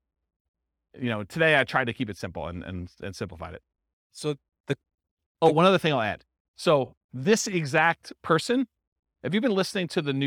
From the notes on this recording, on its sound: This was a live class recorded